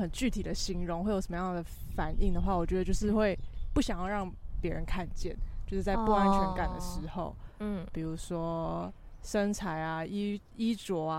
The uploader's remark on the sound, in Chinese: 本集在有風的天臺錄製，會有飛機起降的聲音哦